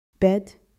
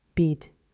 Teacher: Short, flat, versus long, tight.